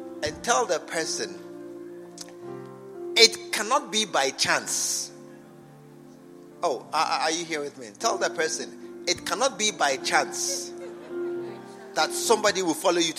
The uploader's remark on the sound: Preached at the True Vine Cathedral Bantama.